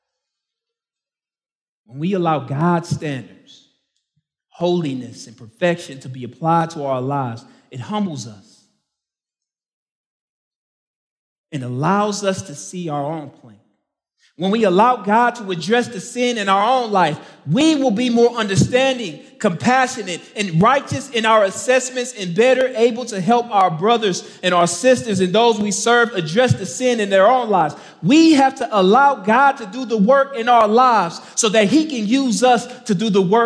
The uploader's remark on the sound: Main talk from the 2023 Rooted Conference in Franklin, TN.